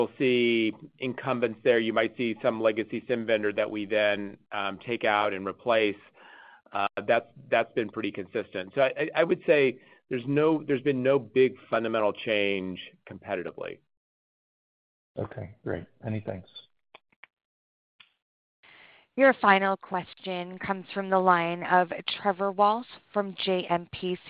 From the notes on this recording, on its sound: Second Quarter 2024 Financial Results Conference Call of Splunk Inc.